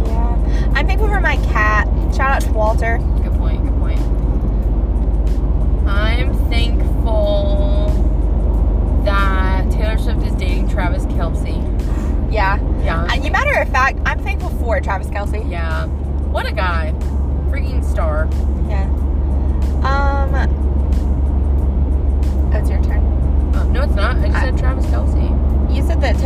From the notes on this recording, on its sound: Ofc we are in the car…